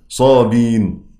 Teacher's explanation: أما صابين فإنه يحذف الهمزة فقط وتبقى الباء مكسورة كما هي